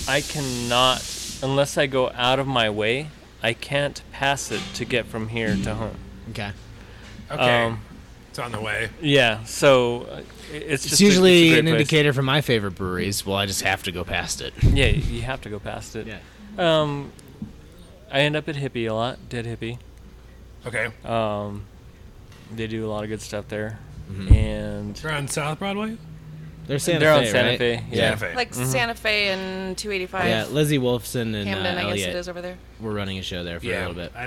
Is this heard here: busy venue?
yes